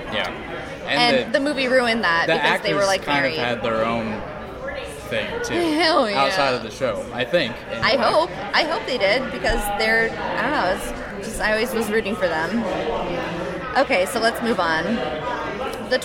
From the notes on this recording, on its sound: This weekend was the Podcast IA meetup at Sherwood Forest Event Center in Windsor Heights. We recorded an episode in the middle of it. We were also livestreaming.